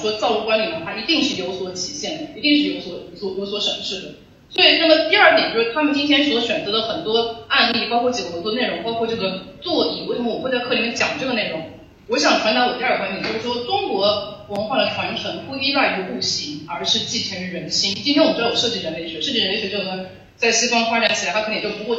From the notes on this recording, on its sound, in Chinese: 本期节目因为是从课堂的网络录制翻录而来，所以声音质量受限，还请多多包涵。